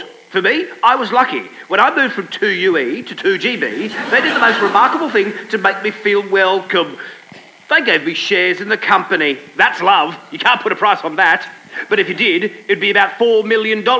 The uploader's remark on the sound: LIVE from the #CanberraBubble. Recorded live at The Street Theatre. A huge crowd, thirsty for satire or maybe just starved of any kind of entertainment, turned up for the best show we’ve ever done in Canberra*.